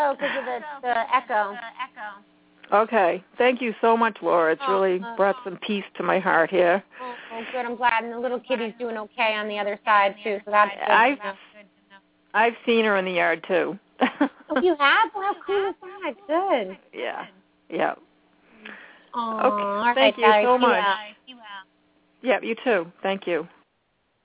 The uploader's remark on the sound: open up the lines for listeners to call